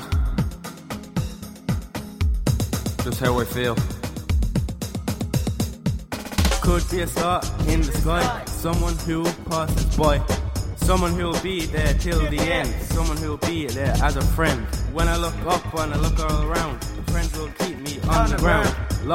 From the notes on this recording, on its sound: Live From Balbriggan Youthreach